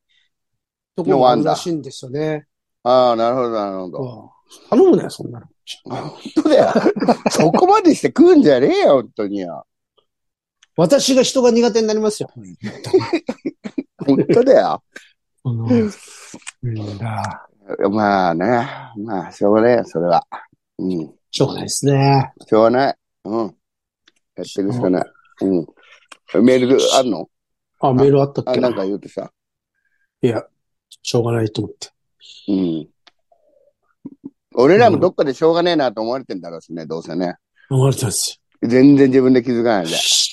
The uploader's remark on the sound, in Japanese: ZOOMで収録